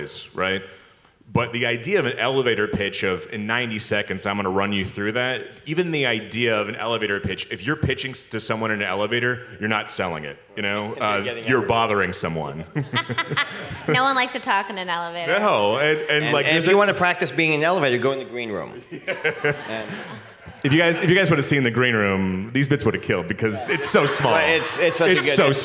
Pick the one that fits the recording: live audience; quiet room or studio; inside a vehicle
live audience